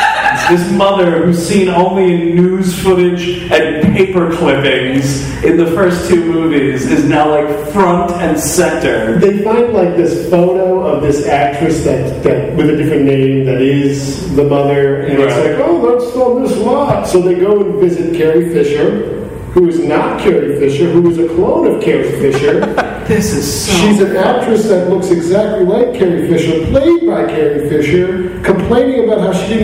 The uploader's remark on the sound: (LIVE). Recorded live (poorly) at the People's Improv Theater in New York City.